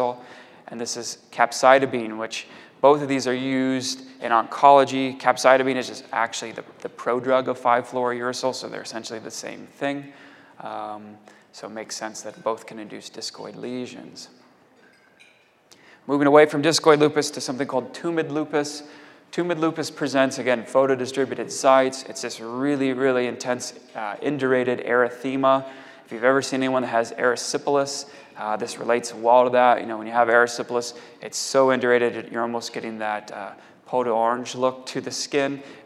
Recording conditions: large echoing room